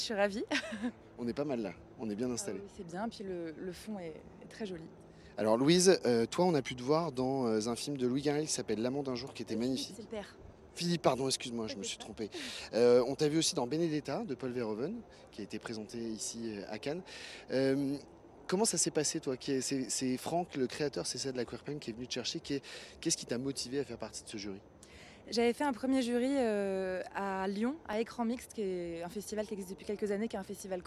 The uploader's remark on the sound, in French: Dans les coulisses du festival. En direct de la Croisette.